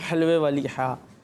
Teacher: حلق کے بیچ سے ادا ہوتی ہے